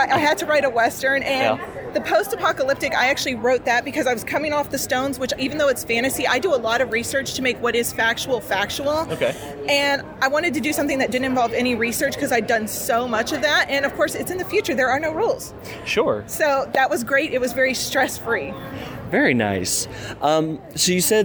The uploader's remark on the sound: As I was walking the floor at All-Con, I came across a table that intrigued me from the shear uniqueness of its appearance.